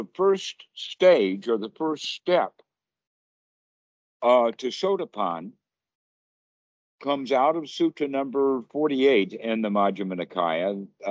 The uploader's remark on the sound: skype calls on this channel